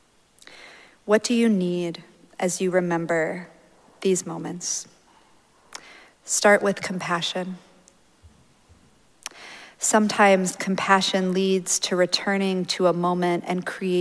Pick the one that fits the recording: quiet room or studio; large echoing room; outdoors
large echoing room